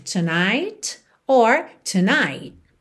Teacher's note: Lembra que esse T final do tonight pode aparecer ou não.